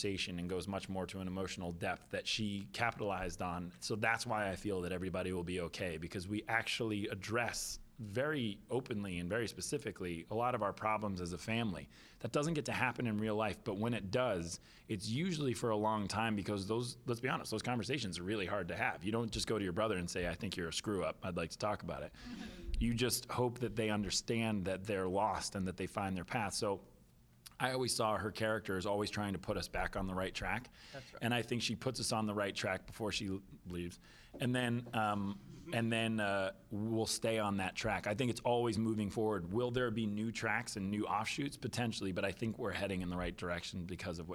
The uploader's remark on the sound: at The Hollars Press Conference